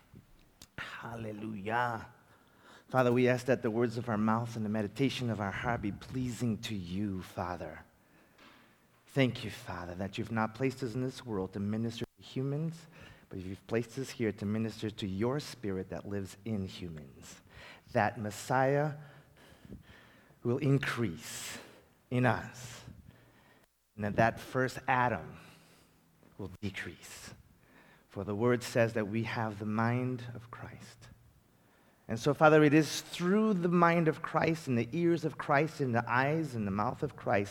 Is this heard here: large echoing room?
yes